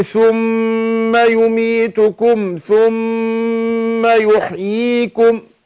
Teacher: شوف، احنا انا كنت انا بقول على الميم يميتكم، الميم اللي بعدها الثاء هنا يميتكم ثم، لكن ثم هنا هنا وهنا الميم بتاعتها مشددة، تاخد غنة حركتين